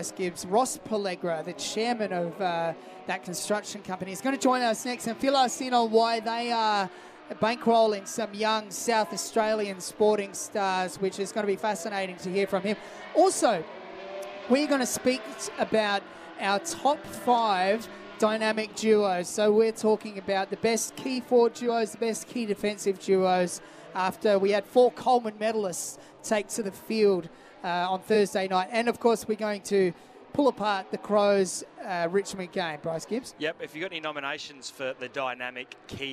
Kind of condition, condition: setting, busy venue